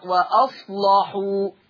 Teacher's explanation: حكم اللام التغليظ قولا واحدة، والسبب لأنها مفتوحة ومسبوقة بصاد ساكنة